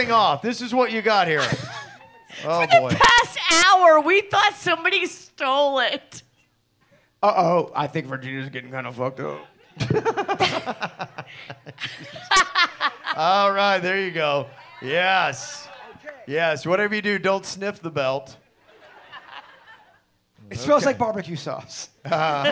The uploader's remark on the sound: Here is the Audio From KVJ's Live Podcast at The PB Kennel Club.